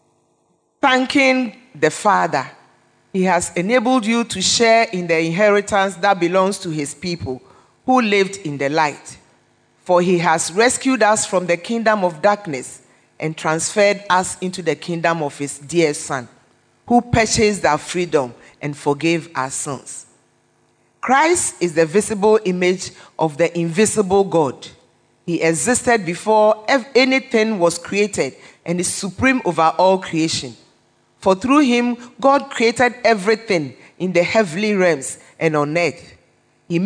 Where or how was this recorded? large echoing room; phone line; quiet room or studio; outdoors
large echoing room